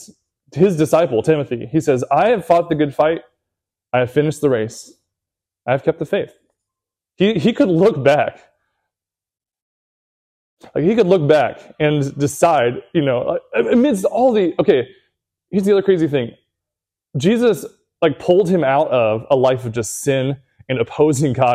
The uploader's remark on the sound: Recorded at Seabreeze Church